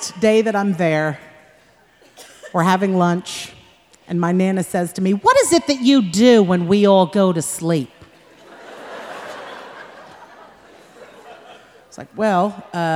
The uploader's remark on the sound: Performed live at The Paramount in Oakland.